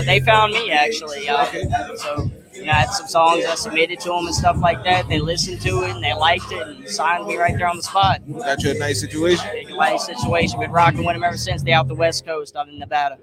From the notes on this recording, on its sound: MillionViewzPodcast Live from YP Movement/97.7FM Radio Who's Hot Artist Showcase. Live on location from Floating Island in East New Orleans.